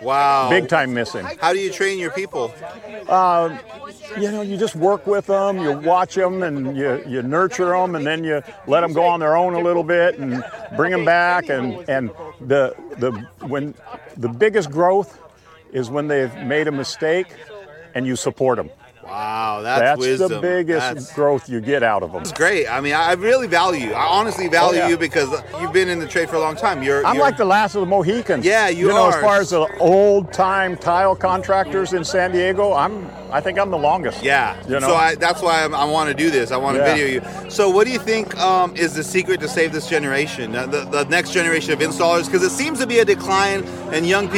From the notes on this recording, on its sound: Both of these interviews were spontaneously recorded at San Diego Marble & Tile's annual Golf Tournament.